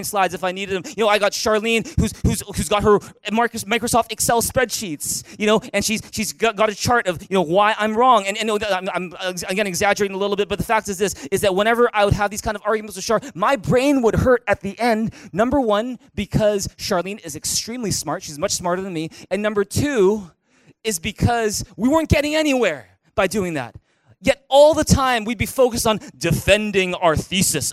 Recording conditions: large echoing room